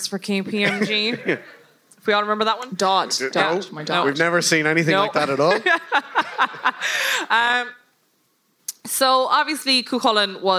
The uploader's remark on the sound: Appeared as part of a double bill with The Irish Passport at The Button Factory. This episode is the live recording of that show, edited for brevity and clarity.